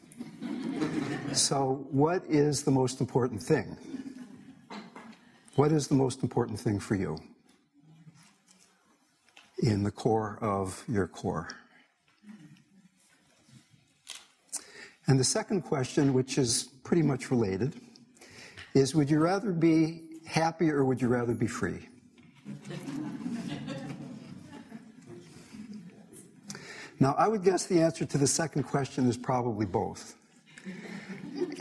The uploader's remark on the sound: In this talk, given at the Symington Cancer Conference